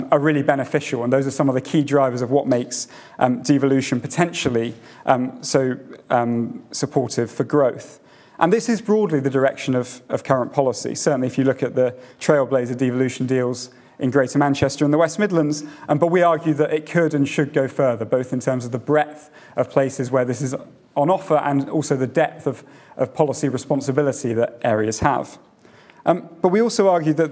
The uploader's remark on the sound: Audio recording of event held at the Institute for Government, 16 January 2024.